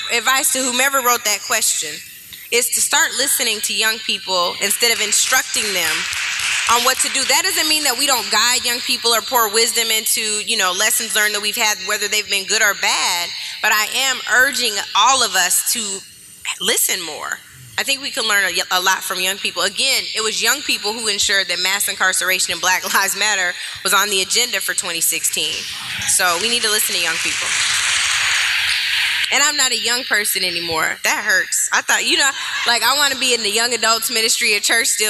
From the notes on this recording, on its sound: Gave to a packed house and overflow room! A packed house (and overflow room!!) at the California African American Museum (CAAM). The lecture was a part of their Activism Now series.